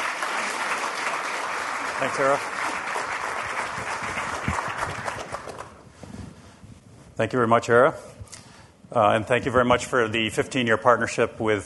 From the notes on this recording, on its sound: Conference Audio